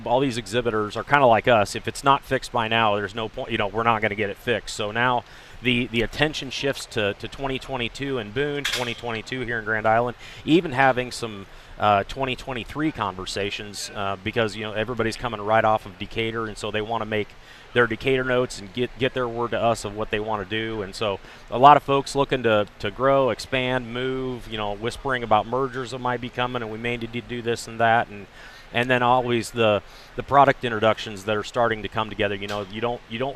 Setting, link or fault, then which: setting, busy venue